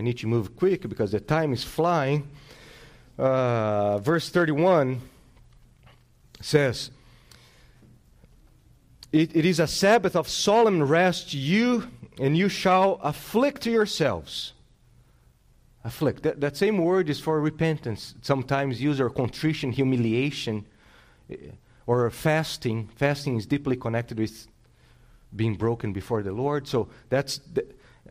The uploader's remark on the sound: This sermon was preached on August 28th, 2022 at Salem Reformed Baptist.